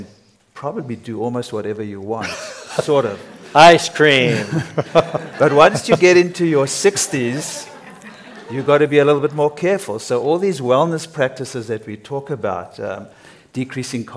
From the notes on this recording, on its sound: Today's episode is a special recording from our sixth annual revitalize event , which was held in Dove Mountain, Arizona, in June. Today's episode is a special recording from our sixth annual revitalize event , which was held in Dove Mountain, Arizona, in June. The insights we learned on the main stage this year were too good not to share. Answer the audience's burning questions in a Q&A.